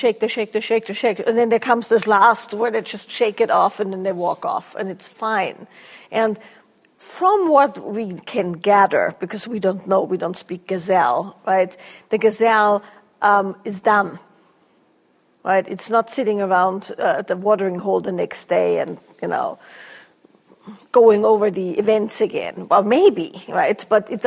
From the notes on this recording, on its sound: a Q&A from their Lineage and Liberation Workshop